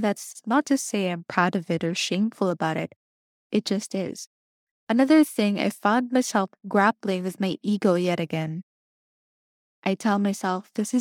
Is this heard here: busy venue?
no